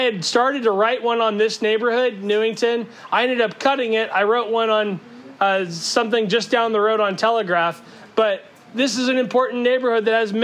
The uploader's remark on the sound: Our apologies that it sounds like we are yelling. The sermon was delivered outside with no amplification.